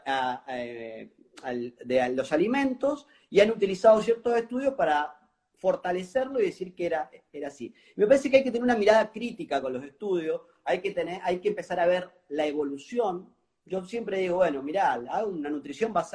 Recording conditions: video call